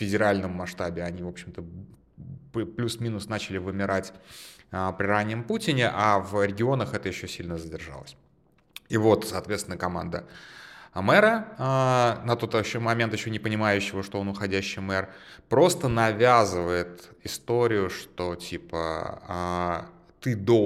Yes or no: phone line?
no